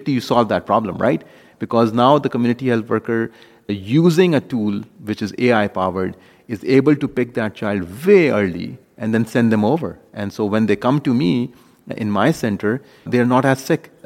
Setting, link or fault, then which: setting, busy venue